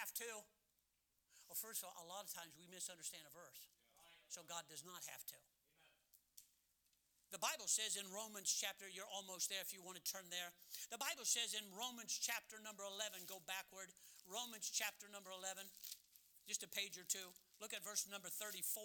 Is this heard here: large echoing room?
yes